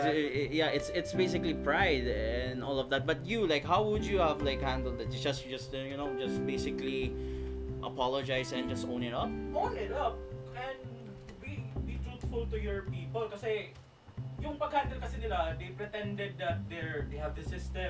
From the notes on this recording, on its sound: Podcast recorded at the Revere Flagship Store.